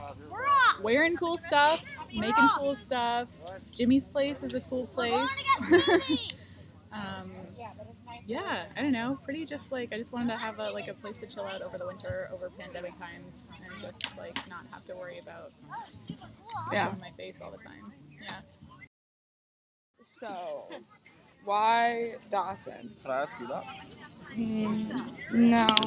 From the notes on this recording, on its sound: Recorded during the Riverside Arts Festival hosted by KIAC